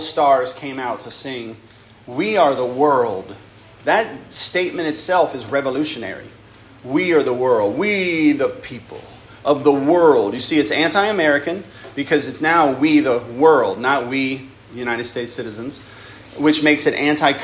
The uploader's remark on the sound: lecture given at Christ Church Academy